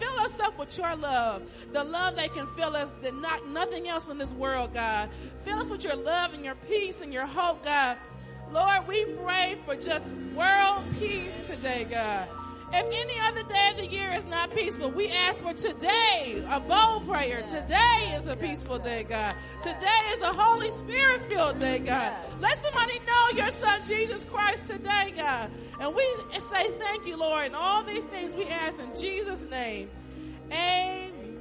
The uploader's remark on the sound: Christmas Worship Service New Life At Calvary Church